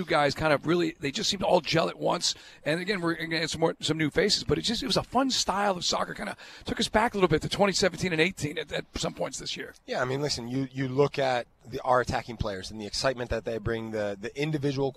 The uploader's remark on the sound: LIVE from Mercedes-Benz Stadium